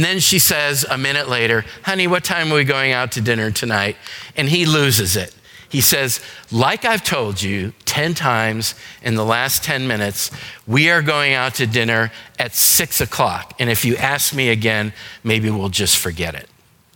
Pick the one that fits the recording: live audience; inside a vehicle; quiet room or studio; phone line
live audience